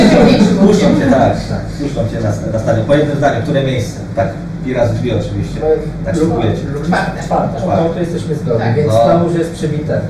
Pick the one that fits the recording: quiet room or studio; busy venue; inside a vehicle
busy venue